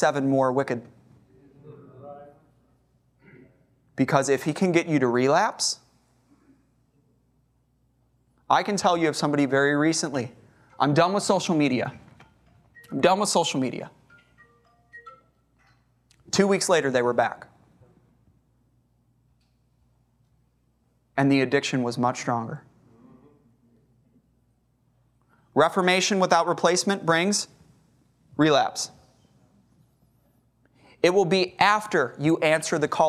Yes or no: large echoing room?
yes